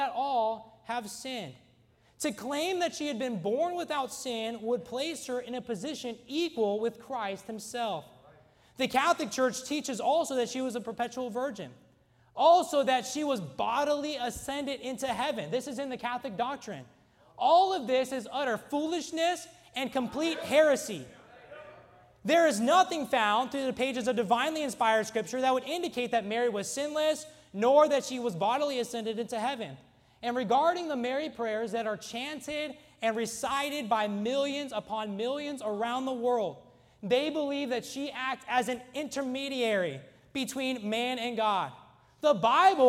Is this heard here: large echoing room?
yes